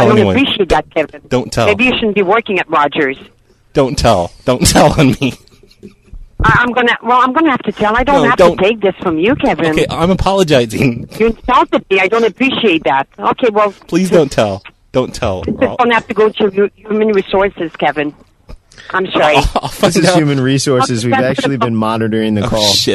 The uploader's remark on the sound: …'s Personal Prank Phone Calls Collection.